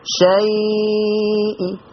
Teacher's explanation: بس خلي بالك ان الروم جزء مش كسرة كاملة